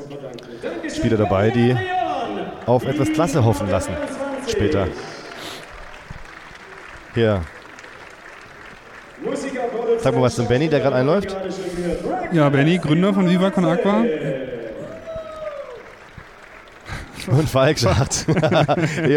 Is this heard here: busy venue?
yes